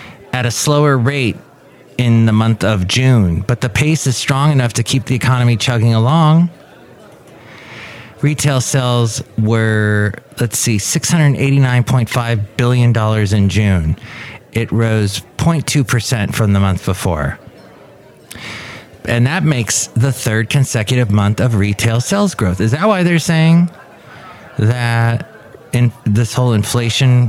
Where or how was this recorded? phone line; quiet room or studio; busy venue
busy venue